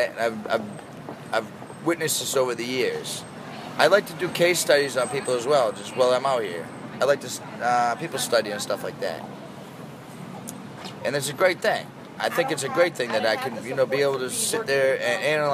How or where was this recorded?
outdoors